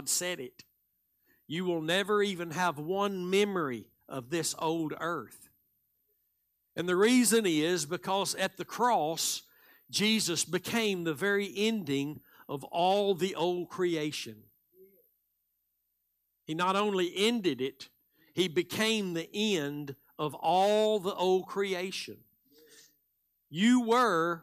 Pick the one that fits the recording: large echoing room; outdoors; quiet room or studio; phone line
large echoing room